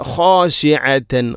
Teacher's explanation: തൊണ്ടയുടെ ഏറ്റവും മുകൾ ഭാഗമാണ് ഖ എന്നതിൻ്റെ മഖ്റജ്.